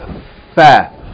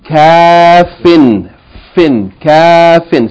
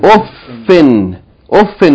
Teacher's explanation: Fa is pronounced from the upper front teeth, the edges of the upper front teeth, touching the inner side of the bottom, yani the lower lip. Fa, touching the lower lip.